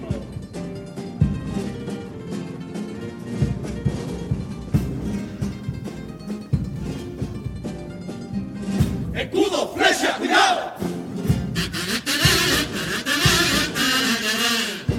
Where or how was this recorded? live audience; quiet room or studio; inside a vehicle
live audience